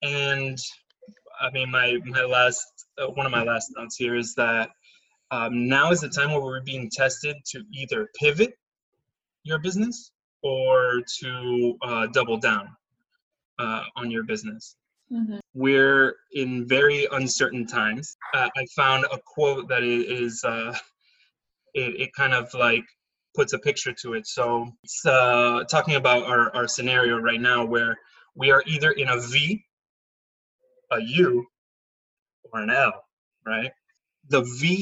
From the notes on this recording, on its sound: Our first Zoom call.